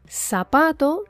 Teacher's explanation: El zumbido de la Z que se produce en la pronunciación inglesa no existe en español.